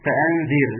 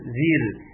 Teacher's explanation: الذال حرف لثوي، اخرج لساني فيه · Shown in: first take